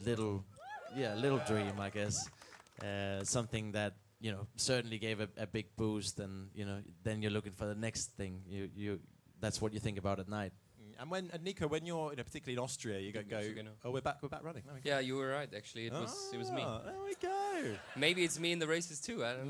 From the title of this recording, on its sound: LIVE at the WTF1 Clubhouse